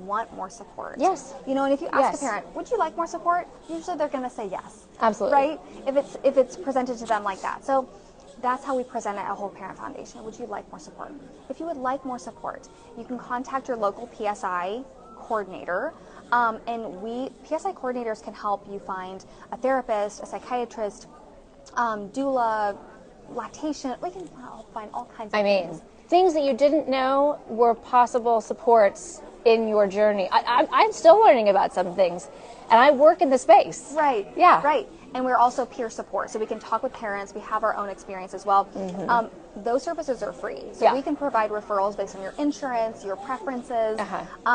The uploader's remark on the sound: LIVE at Postpartum Support International’s Climb Out. Coming to you LIVE from Postpartum Support International’s Climb Out of the Darkness event in Kansas City, MO. We had a bit of a tech issue up top. Did I mention we were LIVE?